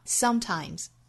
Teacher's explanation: Sometimes,重音在第一个音节上